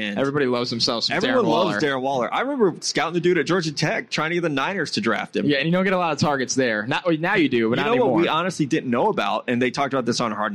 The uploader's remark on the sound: live at Caesar's Palace in Las Vegas!